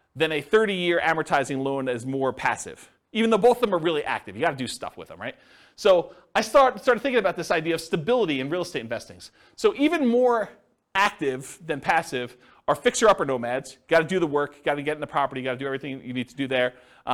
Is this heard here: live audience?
yes